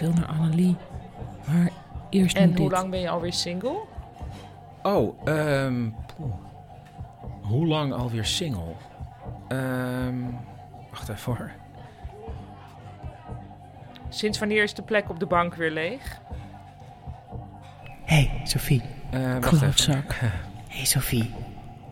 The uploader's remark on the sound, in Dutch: Op het festival speelden we het live voor een publiek waarbij we rode en blauwe koptelefoons uitdeelden. Hierop waren extra geluiden en gedachten te horen. Voor deze aflevering hoor je als luisteraar het theaterstuk zoals dat via een blauwe koptelefoon te horen was.